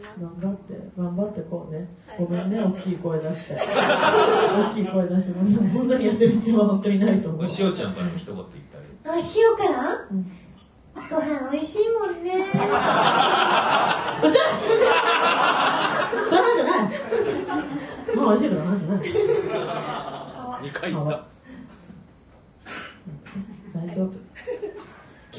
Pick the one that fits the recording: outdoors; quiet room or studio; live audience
live audience